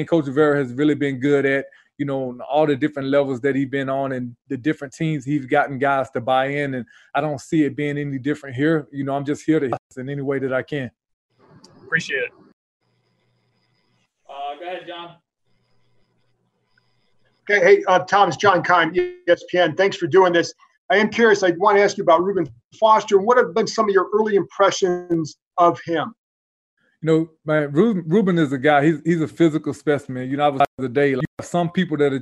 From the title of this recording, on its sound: Zoom Press Conference